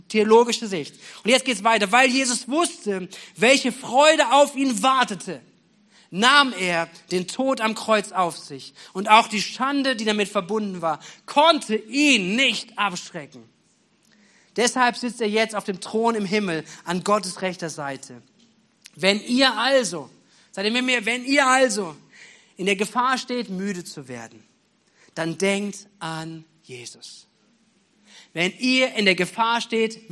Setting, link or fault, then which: setting, large echoing room